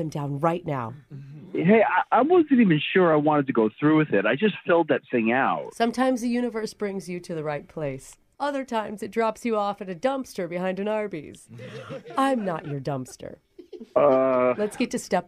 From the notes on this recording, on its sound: Phone Tap.